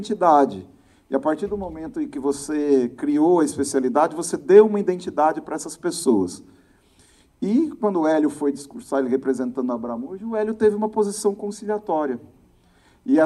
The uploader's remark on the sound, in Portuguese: Este é um episódio especial – aconteceu ao vivo no primeiro congresso Emergência USP.